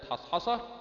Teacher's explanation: في الحاء همس واستفال وانفتاح ورخاوة وغير ذلك من صفات الضعف، لما وقع بين حرفين متحركين ممكن يسبق اللسان إلى تفخيم هذه الحاء، لأن بعدها أحرف مطبقة، حرف فيه صفات قوية منها الإطباق وغير ذلك من الصفات القوية.